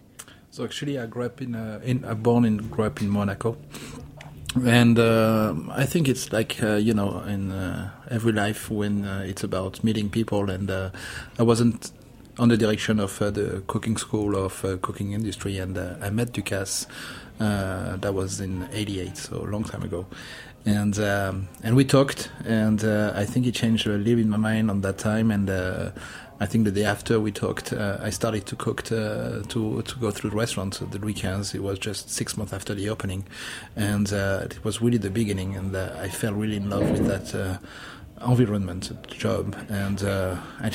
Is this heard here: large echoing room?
no